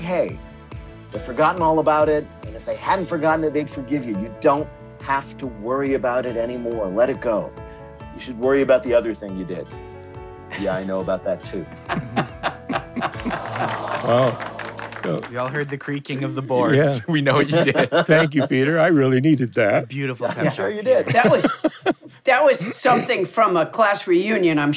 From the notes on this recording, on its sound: A recording of our recent livestream show.